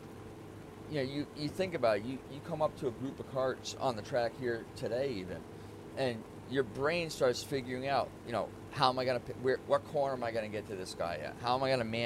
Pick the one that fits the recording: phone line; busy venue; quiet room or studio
busy venue